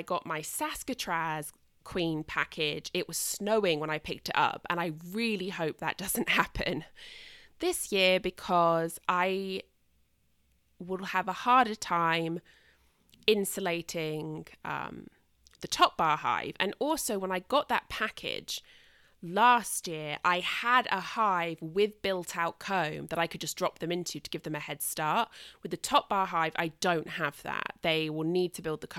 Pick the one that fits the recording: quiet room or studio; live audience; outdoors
quiet room or studio